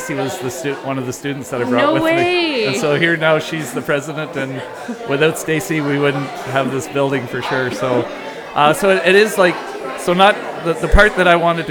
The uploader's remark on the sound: During the grand opening of the Hillardton Marsh Visitor Centre. Immerse yourself in the captivating sounds from the bird banding table.